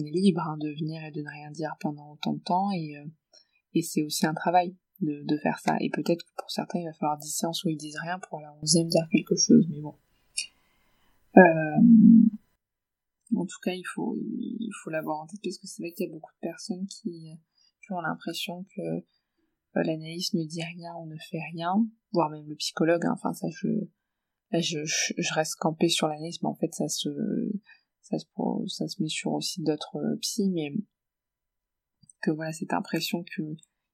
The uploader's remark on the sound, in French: la qualité du son n’est peut-être pas optimale